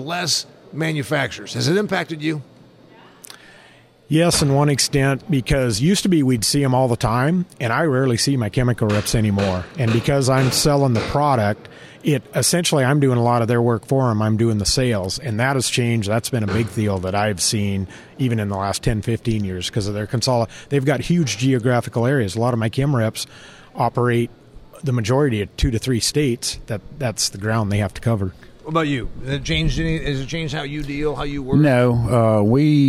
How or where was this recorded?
busy venue